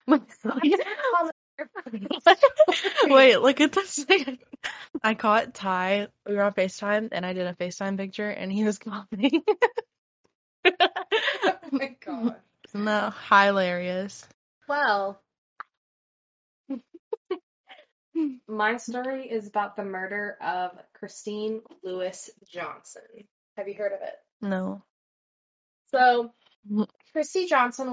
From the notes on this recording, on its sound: We are having problems getting our microphones to cooperate and sound better.